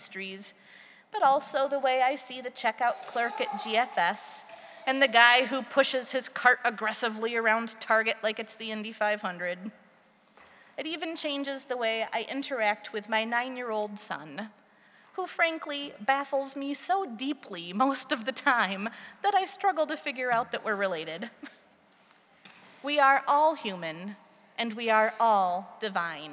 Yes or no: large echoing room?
yes